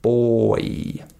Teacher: in the word boy, this is considered to be a one syllable word, but it has two different vowel sounds · Term: diphthong